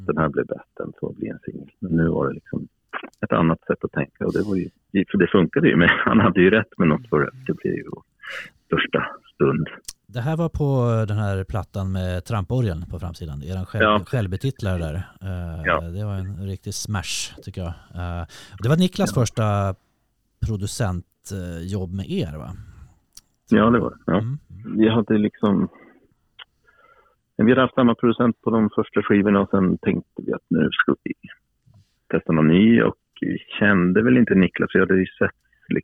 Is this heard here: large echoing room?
no